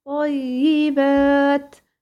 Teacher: اللام تحولت إلى طاء ودخلت في الطاء الثانية فأصبحت إيه؟ طاء مشددة